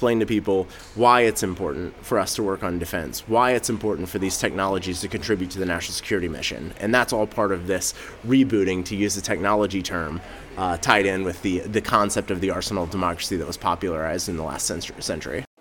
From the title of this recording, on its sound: Live from RNDF22